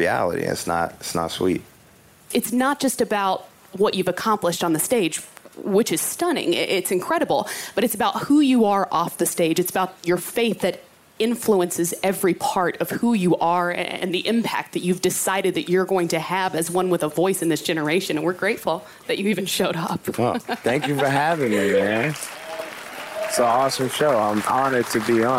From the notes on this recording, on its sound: Live from NBA All-Star. We are LIVE from the House of Blues for NBA All-Star weekend in Chicago!